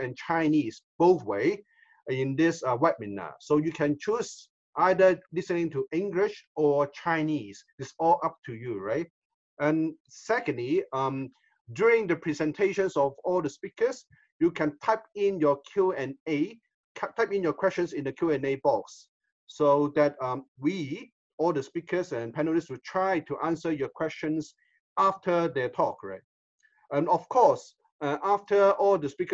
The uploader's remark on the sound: In this ISAKOS Webinar Audio Replay we revisit the ISAKOS Webinar in collaboration with APKASS.